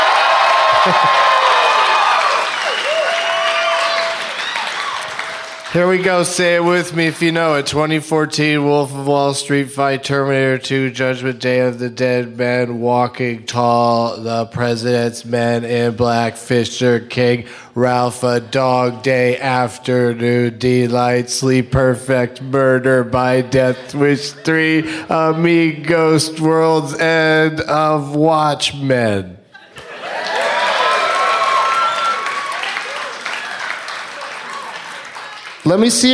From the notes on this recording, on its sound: Live from the Oklahoma Contemporary Arts Center in Oklahoma City